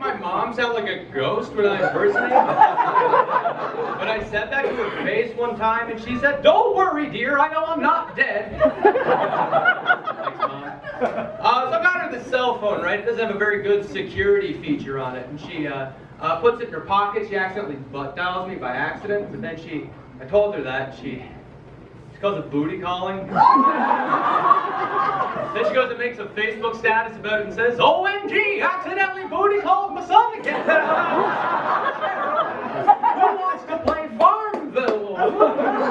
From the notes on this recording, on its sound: High-End Bootleg is a bootleg recording of An Evening of Comedy. At Bar1911 as part of their After Hours Series. Performed before a sold-out audience in Charlottetown, Prince Edward Island.